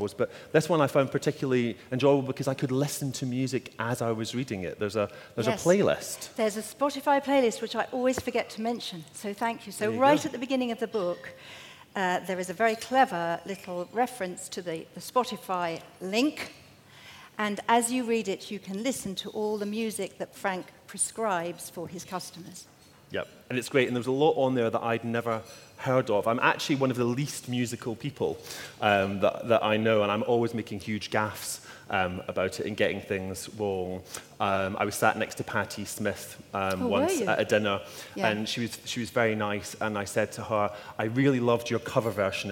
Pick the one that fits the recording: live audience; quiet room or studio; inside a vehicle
live audience